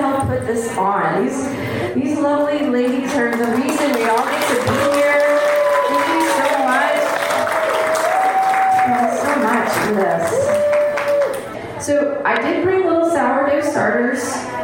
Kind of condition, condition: setting, live audience